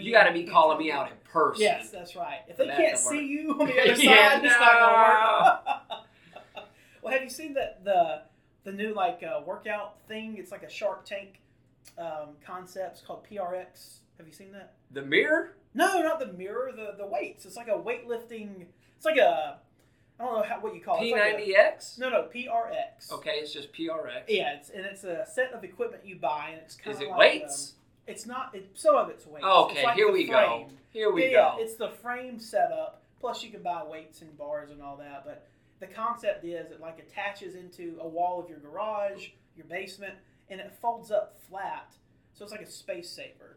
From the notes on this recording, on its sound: STILL battling audio issues